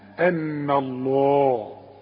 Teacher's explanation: رقق النون وفخم لفظ الجلالة